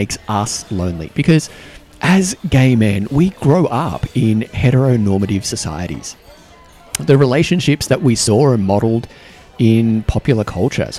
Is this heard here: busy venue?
yes